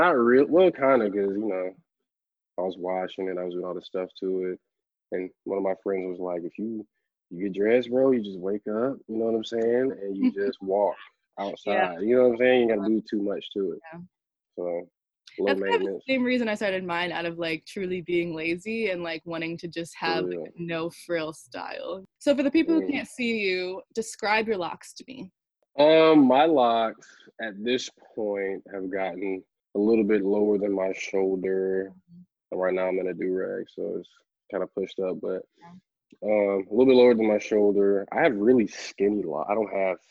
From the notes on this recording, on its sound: Joins me for a Zoom call.